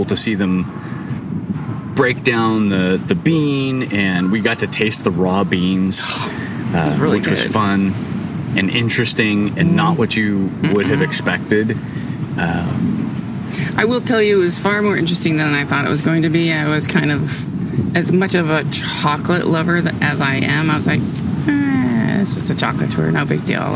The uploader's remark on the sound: They are currently at Hotel Jaco in Jako, sitting outside the bar on a picnic table with a view of the ocean.